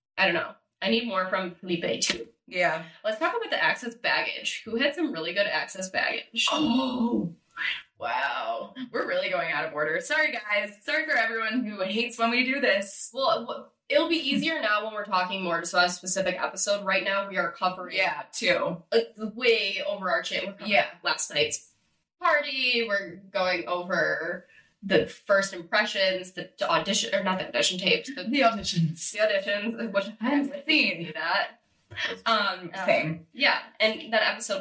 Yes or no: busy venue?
no